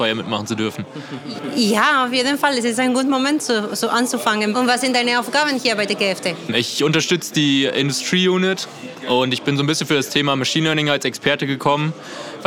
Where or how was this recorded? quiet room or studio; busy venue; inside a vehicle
busy venue